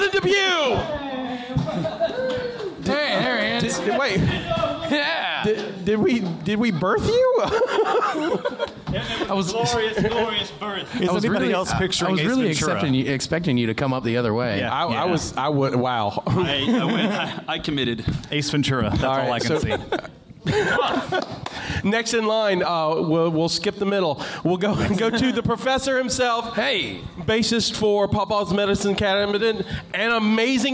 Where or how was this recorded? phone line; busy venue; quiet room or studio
busy venue